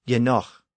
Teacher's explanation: the initial G-E was the prefix pronounced ye, and the G at the end represented the guttural h sound. So the word was actually pronounced genoch.